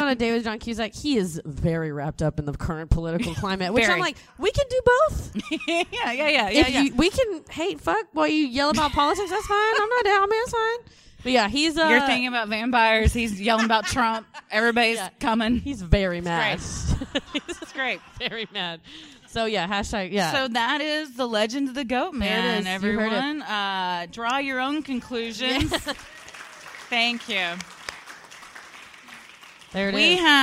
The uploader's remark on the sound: (LIVE SHOW)